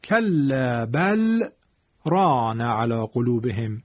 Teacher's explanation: اینجا بین کلمه بل و کلمه ران سکت اتفاق می افتد